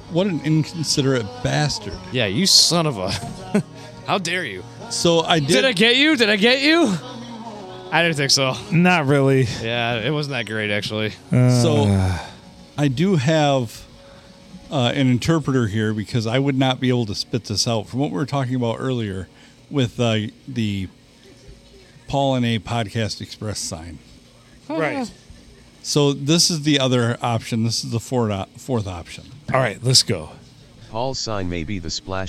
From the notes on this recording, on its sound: Recorded at the other round table in the main bar at the Blue, on a Monday night.